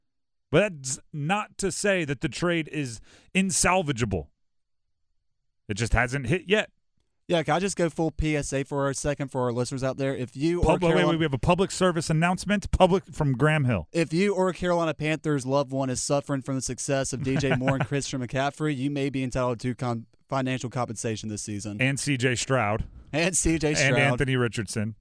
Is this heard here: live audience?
no